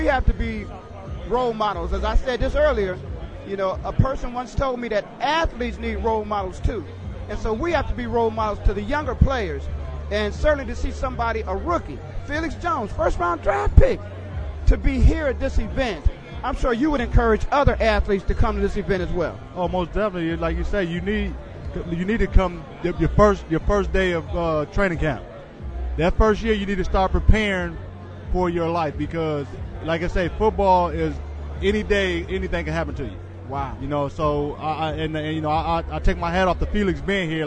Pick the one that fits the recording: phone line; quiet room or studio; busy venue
busy venue